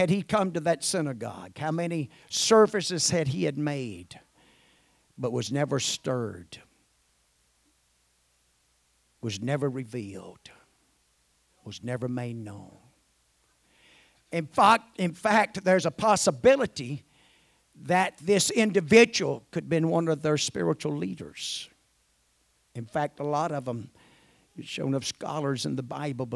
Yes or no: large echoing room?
yes